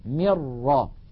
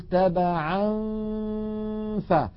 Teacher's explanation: الغنة باقية والجزء اللساني من النون معدوم · Shown in: second take · Term: الإخفاء